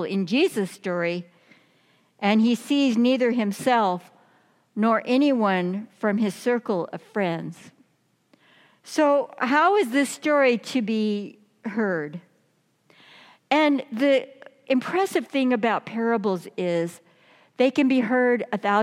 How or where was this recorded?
large echoing room